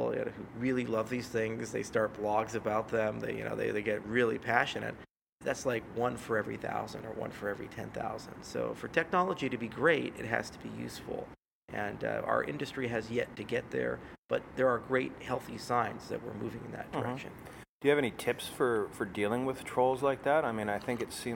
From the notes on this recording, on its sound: We recorded this episode live in Miami at his event.